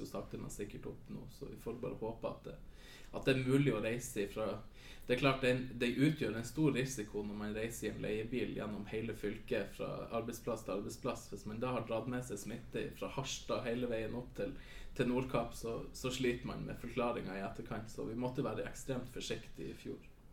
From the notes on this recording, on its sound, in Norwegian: Episoden er fylt med dårlig lyd, ekko og masse god stemning